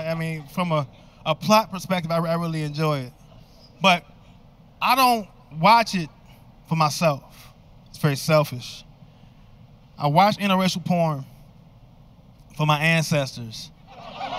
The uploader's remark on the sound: Taped during a pandemic at the historic Rose Bowl in Pasadena.